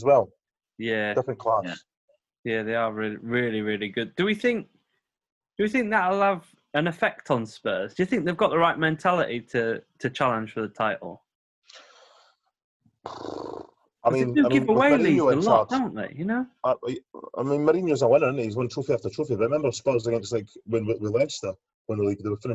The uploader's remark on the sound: Back on zoom chat due to the Covid restrictions and not a pint in sight...